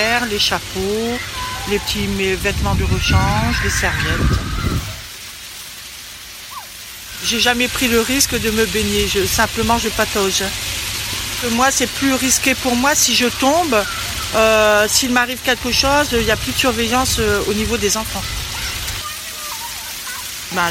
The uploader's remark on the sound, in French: Au parc André-Citröen à Paris.